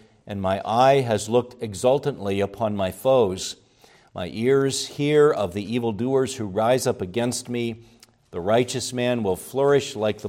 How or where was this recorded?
large echoing room